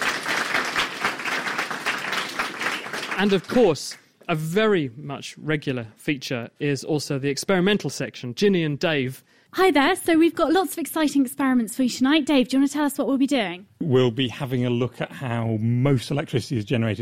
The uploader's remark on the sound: live from the Cambridge Science Centre